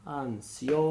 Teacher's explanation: So, so what he was showing you was where the stress of the syllable goes to. So, when the stress of the syllable in a word like ansiosa goes to that o, then we use the i as a j glide.